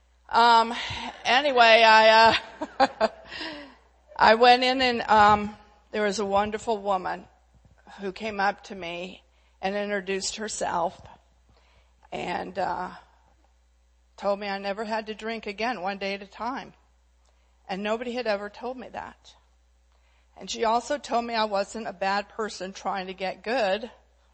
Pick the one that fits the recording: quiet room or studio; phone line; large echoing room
large echoing room